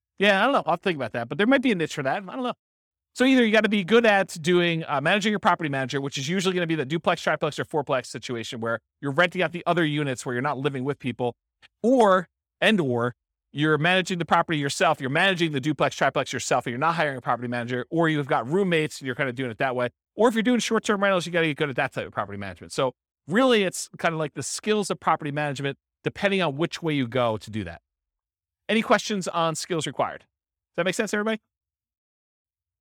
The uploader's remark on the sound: This was a live class recorded